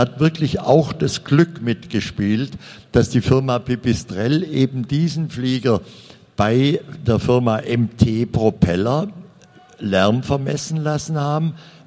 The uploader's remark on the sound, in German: Mitschnitt der Podiumsdiskussion auf der AERO 2019 mit Vertretern von DULV, DAeC, Pipistrel und Flight Design.